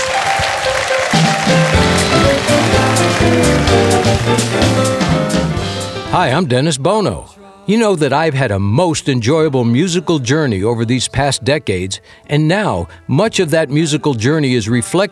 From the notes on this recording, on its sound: Live at the SouthPoint Casino